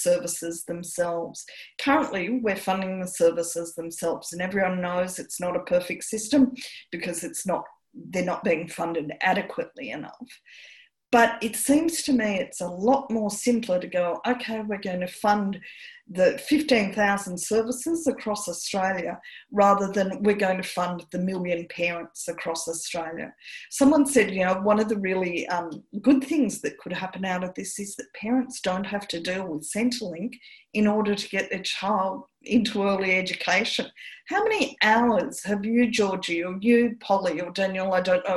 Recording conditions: video call